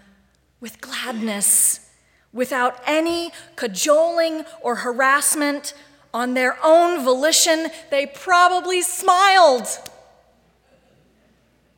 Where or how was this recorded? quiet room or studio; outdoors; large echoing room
large echoing room